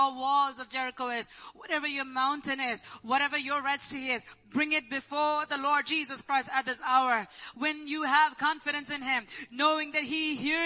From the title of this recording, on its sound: ELBIM Church Sunday LIVE Stream Audio